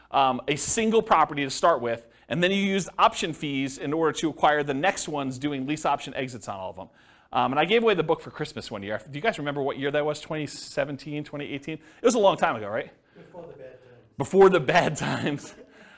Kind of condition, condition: setting, live audience